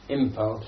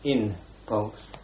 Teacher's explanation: So we say impulse instead of in pulse, simply because P is pronounced on the lip. · Shown in: first take